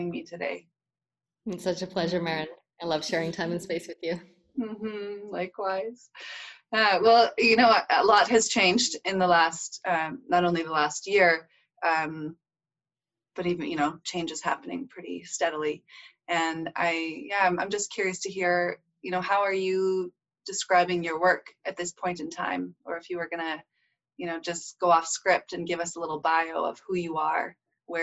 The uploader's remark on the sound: connect over Zoom